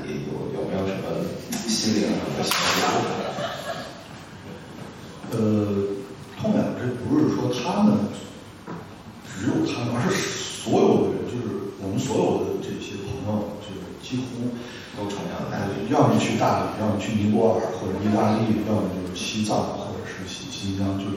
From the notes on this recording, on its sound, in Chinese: 对谈现场录音。本场录音是现场自然收音，有空间混响和现场观众反应，与之前节目声音状态有较大区别。活动地点：中间美术馆会议室。地址：中间美术馆，北京海淀区杏石口路50号。